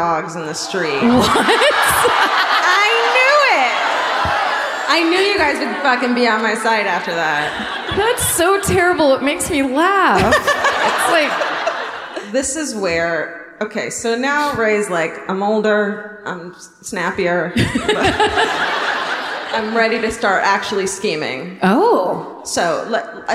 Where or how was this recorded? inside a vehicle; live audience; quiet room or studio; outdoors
live audience